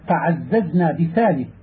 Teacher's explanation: فإذا تكررت الزاي وجب بيانها لثقل التكرير